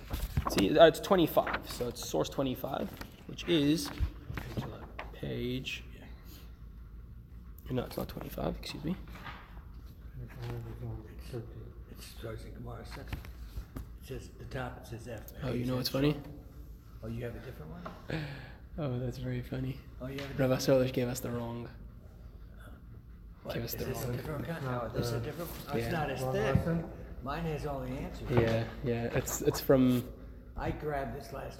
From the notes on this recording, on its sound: Recorded live at The Torah Center ATL